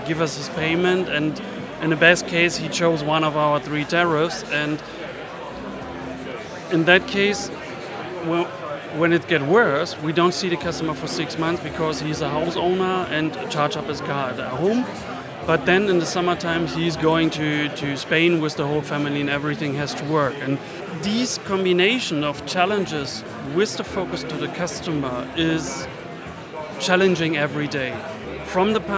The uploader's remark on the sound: The first of three episodes recorded at Fintech Talents, that we produced in partnership with Andaria, experts in scalable embedded finance solutions. The event took place at The Brewery, London in November where we recorded a series of interviews from Andaria's booth with a number of the speakers and attendees.